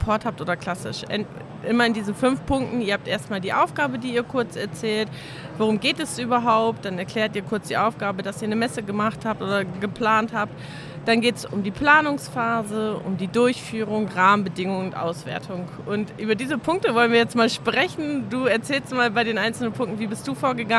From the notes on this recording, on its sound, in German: Live von der Didacta in Stuttgart